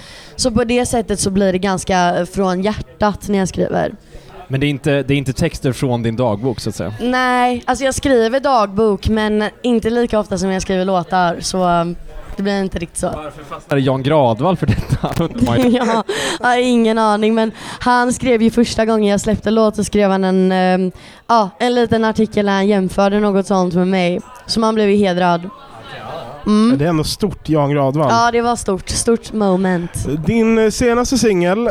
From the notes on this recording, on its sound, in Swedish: från spelningen på K103 Off The Record på Oceanen